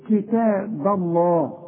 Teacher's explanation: ارقق البه وفخم لفظ الجلاله